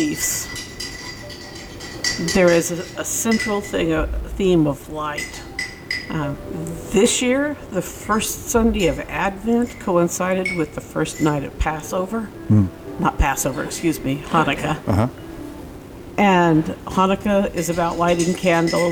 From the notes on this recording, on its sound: Since we were in an open and active coffee shop and bookstore, you’ll hear a lot of ambient noise. We’ve tried to account for that the best we can, but I also think it gives you a sense of what it was like as we were recording live. We never knew when someone would walk in the door, or when some other noise of normal life would emerge.